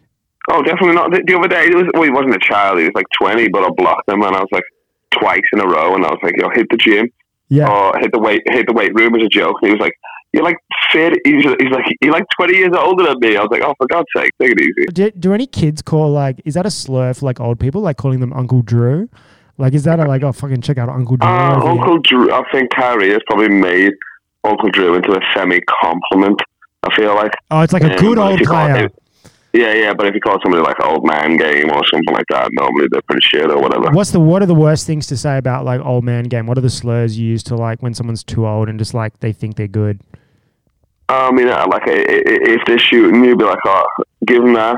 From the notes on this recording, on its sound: Hijacks the episode all the way from Sydney by calling me up.